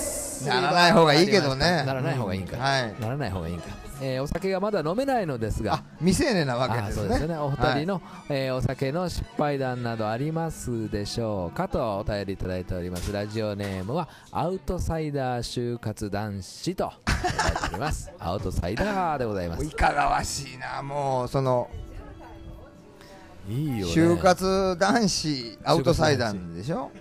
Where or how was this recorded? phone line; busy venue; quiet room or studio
busy venue